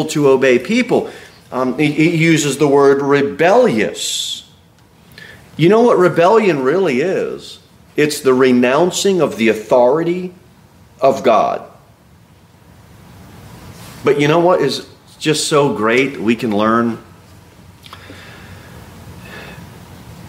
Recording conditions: large echoing room